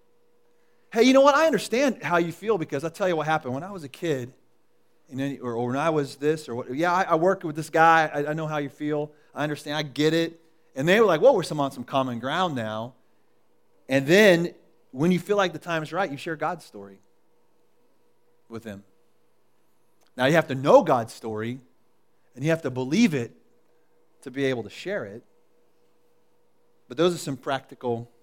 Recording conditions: large echoing room